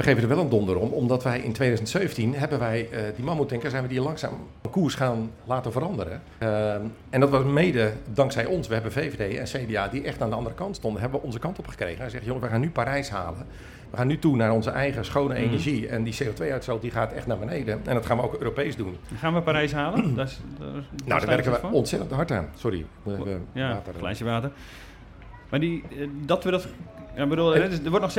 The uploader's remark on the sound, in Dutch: Speciale aflevering vanaf pinksterconferentie Opwekking. Live publiek.